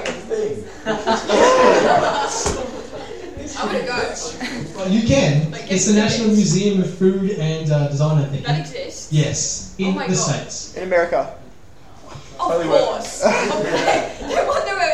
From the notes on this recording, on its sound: This episode was recorded live as a panel game show at the YSA Melbourne Open day on April 12th 2014.